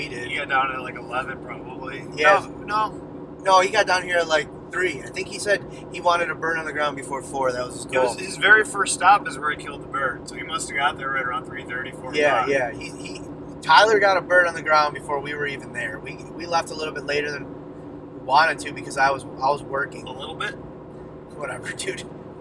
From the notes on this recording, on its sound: This is 2 separate recordings sandwiched into one episode. Both recorded during our Ohio public land turkey hunt.